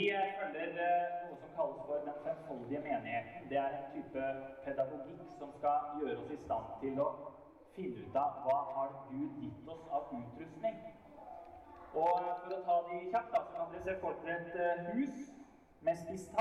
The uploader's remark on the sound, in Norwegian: Vi beklager dårlig lydkvalitet i dette opptaket.